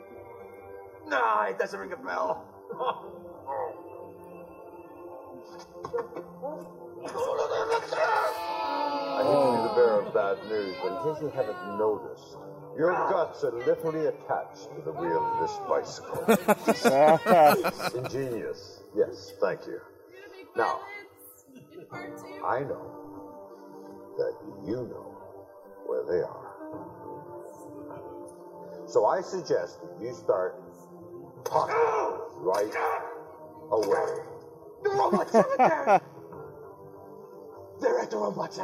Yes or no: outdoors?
yes